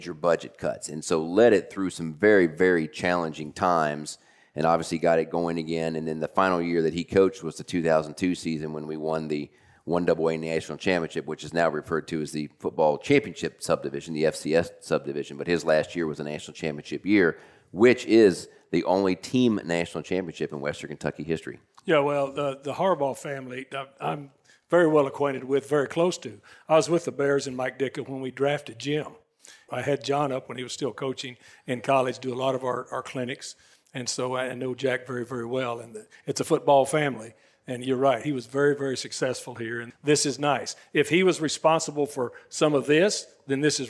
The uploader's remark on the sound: LIVE at Harbaugh Club on WKU Campus. Day 3 of the OTP Live tour rolls on from the Harbaugh Club at Western Kentucky University.